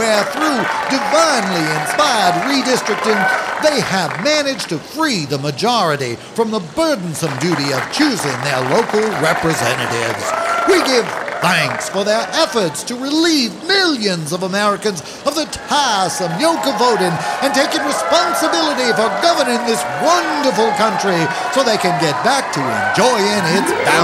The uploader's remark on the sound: Live from Poison Creek!